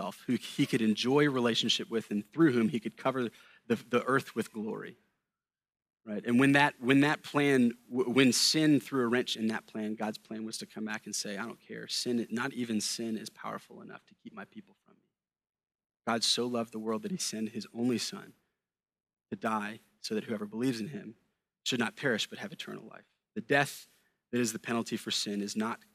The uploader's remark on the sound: A sermon preached at Sojourn Galleria Church on Sunday, January 21, 2018.